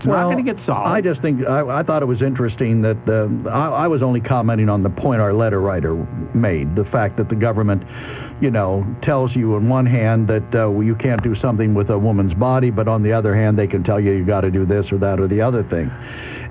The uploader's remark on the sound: then open phones